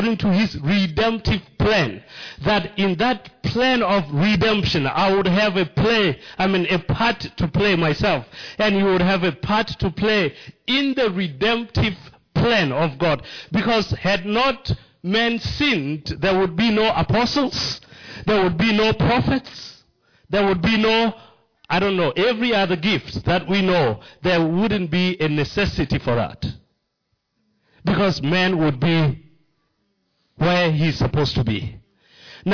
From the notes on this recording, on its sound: Recorded live at Liberty Church on 8th December 2019